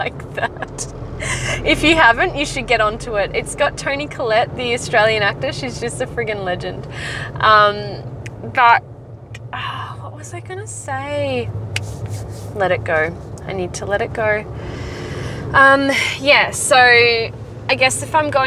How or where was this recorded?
inside a vehicle